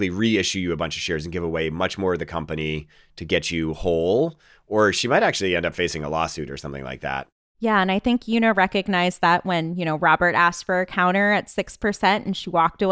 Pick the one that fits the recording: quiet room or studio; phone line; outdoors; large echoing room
quiet room or studio